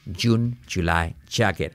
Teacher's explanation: No es una I, G-G-G, es una che, pero con voz